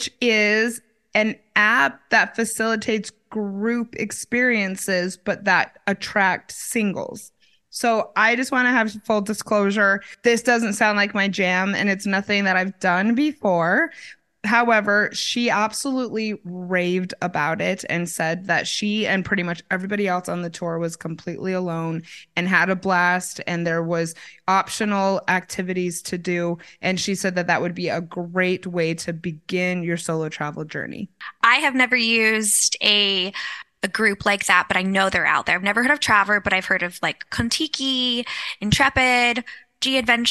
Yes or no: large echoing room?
no